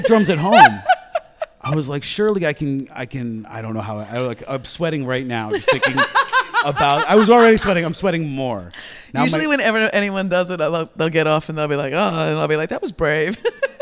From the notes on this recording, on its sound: Recorded live at Podfest.